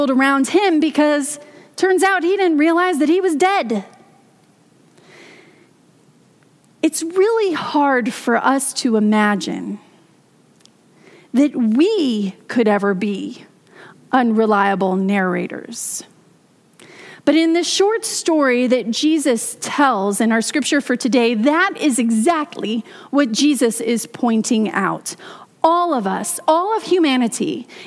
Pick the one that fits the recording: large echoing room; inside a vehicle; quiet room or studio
large echoing room